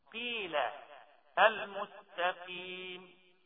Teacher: هي أقل أو يعني آخر مرتبة من مراتب الترقيق، مش التفخيم، الترقيق للقاف